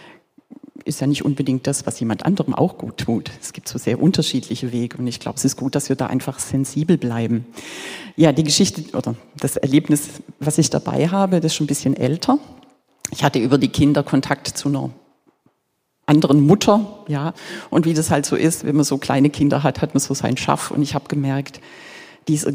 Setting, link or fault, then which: setting, large echoing room